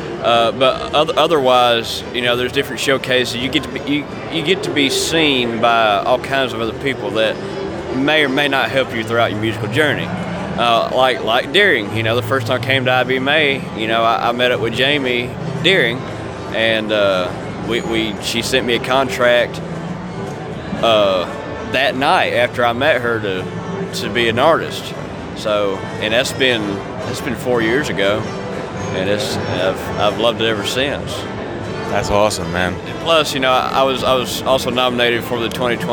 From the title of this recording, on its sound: Live From IBMA 2022